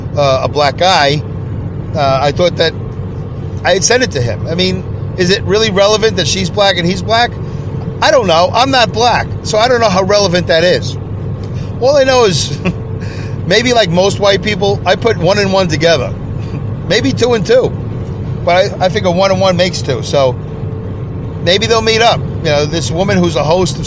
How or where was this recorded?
inside a vehicle